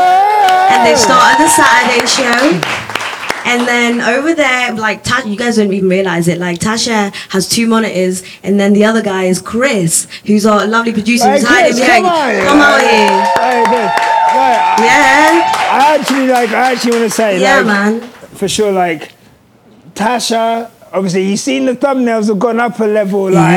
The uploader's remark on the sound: This week we come to you from our SOLD OUT live show in Austin, Texas. In front of an incredible crowd.